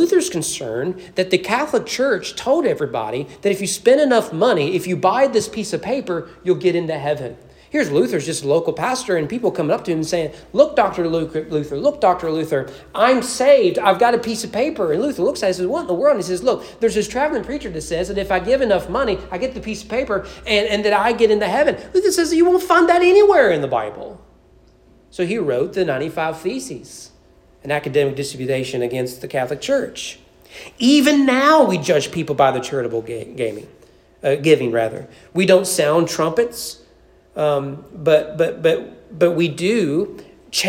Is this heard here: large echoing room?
yes